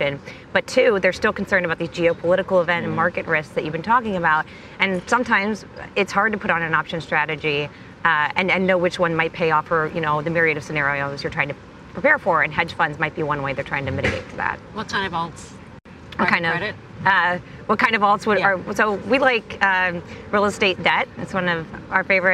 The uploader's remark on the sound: Live From Miami Beach. From the iConnections Global Alts Conference in Miami Beach.